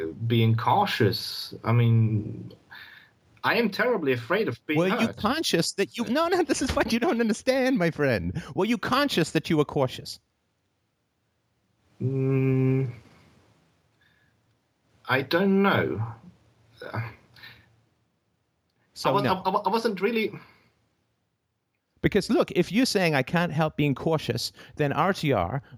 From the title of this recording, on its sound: Sunday Call In Show